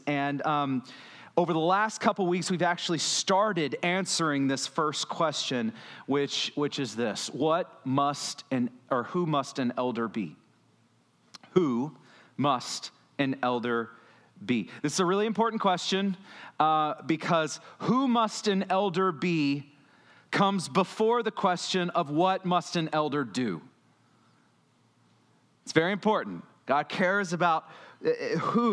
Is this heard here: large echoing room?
yes